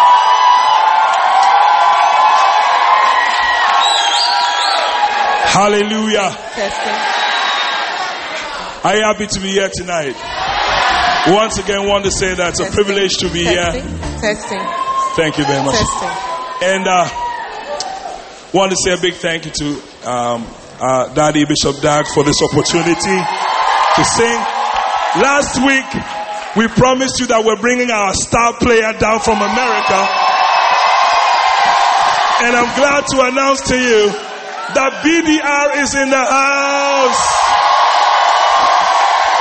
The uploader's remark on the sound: Live Concert at the Wisdom Impartation Service.